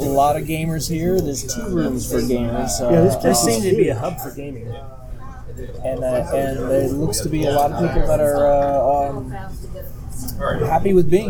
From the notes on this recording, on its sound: Our latest show was recorded at Area 51 comics and Games in Grapevine, TX.